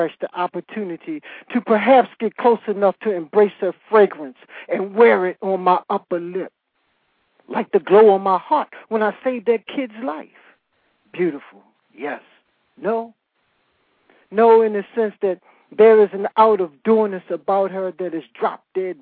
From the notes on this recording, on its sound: live callers from Oakland, CA, Washington, DC, Calabasas, CA, Sonoma, CA, Toluca Lake, CA and Poughkeepsie, NY